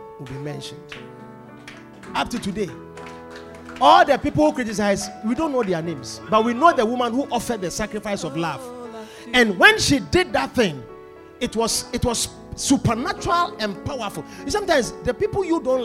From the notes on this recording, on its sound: Preached at The Supernatural Encounter Service.